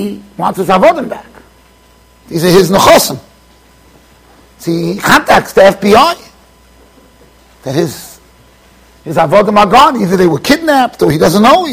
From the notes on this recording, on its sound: Shiur recorded in Yeshivas Ohr Reuven, Monsey NY.